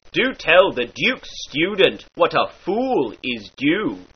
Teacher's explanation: Let us now go forward to a simpler and indeed more entertaining change, that which is known as the J-U glide. Herewith, whene'er thou shalt encounter an oo sound, as in student, thou shalt before it insert a Y sound, therefore student.